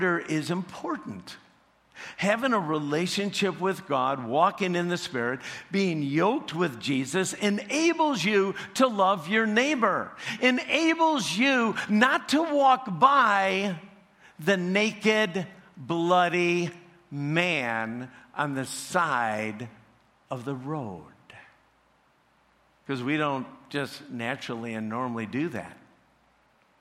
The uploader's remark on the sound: Preached this sermon at CrossPoint Church.